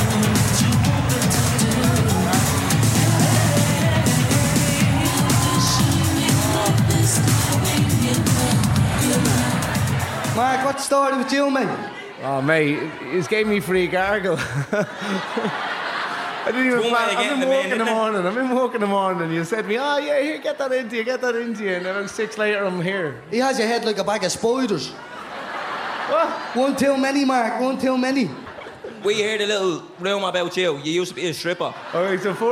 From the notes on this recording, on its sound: Live at Vicar St 2.0. In a sold out live show at Vicar St. Some live music performed on the night.